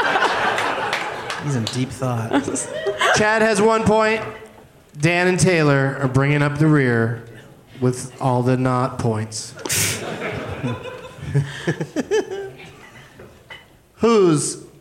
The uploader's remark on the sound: Live from The Improv in San Jose